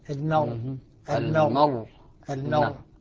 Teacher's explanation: عند السكون المحض الراء مفخمة. المرء المرء المرء لأن ساكنة وقبلها فتح.